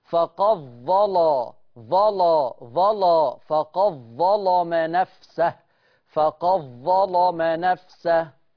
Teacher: غلظت اللام لما جت اللام مفتوحة وقبلها ظاء مفتوحة · Term: تغليظ اللام